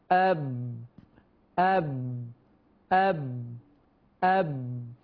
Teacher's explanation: مخرج الباء من الشفتين مع انطباقهما